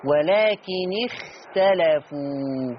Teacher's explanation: لما تيجي الخاء ساكنه قبلها كسر انزلي بالتفخيم شويه